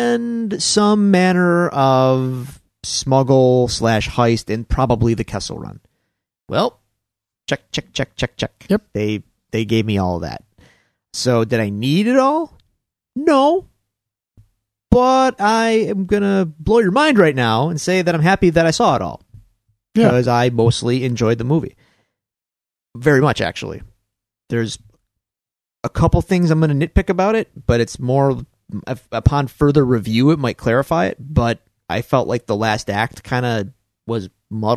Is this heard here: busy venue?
no